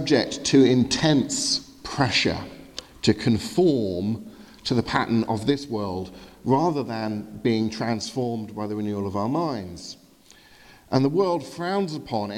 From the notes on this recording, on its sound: Sermon from the 8am communion service at Highfield Church Southampton, 4th February 2018.